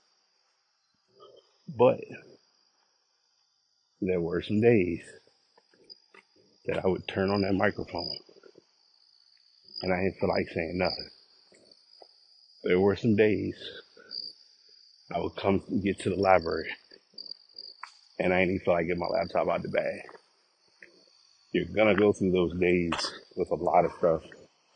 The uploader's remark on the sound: Walking Recording